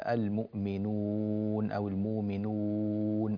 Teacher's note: الأنف لا يعمل في الواو · Term: بدون غنى